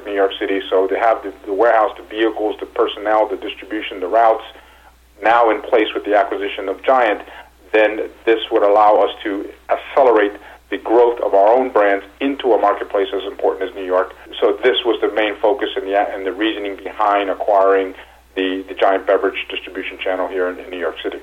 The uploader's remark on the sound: called in to SmallCapVoice.